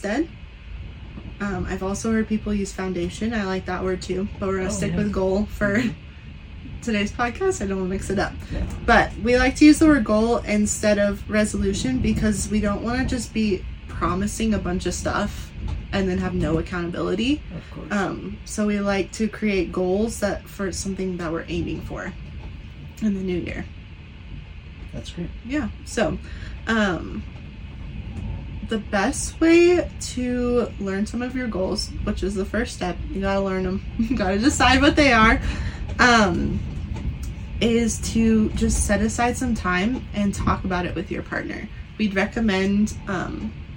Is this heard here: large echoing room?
no